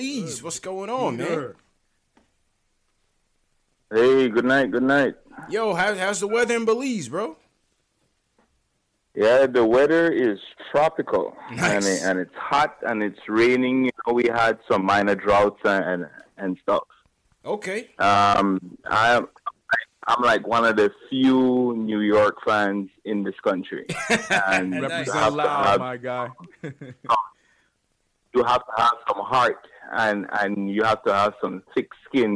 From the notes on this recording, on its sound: Callers. They give their analysis of the Knicks Wizards preseason game right after it ends and take live phone call fan reactions from around the world!